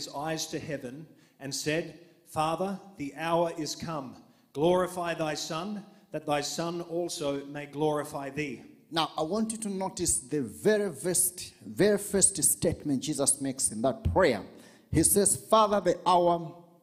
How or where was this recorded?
live audience